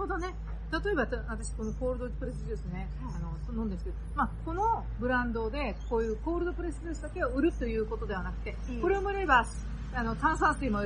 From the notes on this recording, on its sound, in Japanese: 室外での収録のため、大変聞きずらいと思いますが